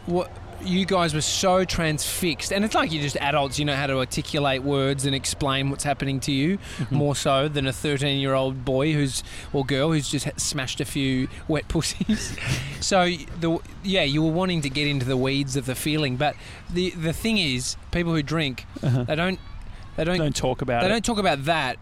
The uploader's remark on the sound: We’re live from Laguna beach!